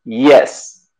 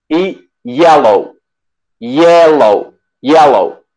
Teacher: Esta parece una J, pero en realidad es una I cuando, por ejemplo, decimos, es prácticamente una I, como que funciona como si fuera una vocal prácticamente, pero es una consonante.